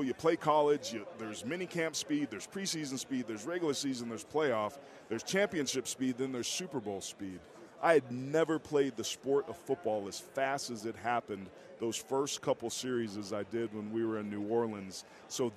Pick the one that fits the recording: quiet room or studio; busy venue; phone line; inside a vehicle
busy venue